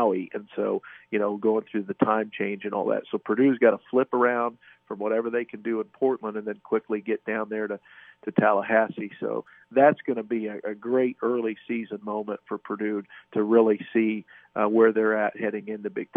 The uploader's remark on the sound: Both call.